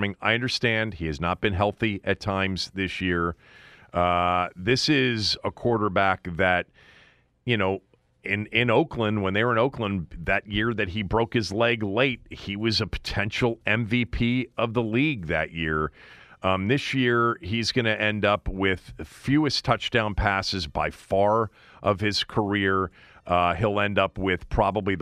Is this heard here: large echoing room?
no